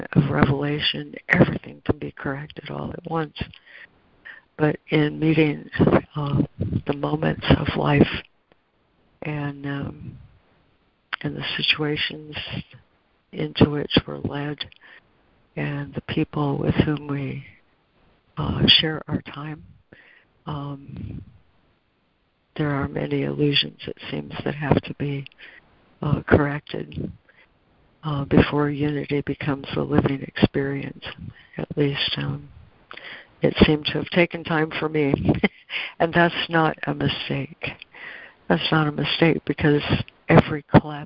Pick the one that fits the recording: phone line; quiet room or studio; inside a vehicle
phone line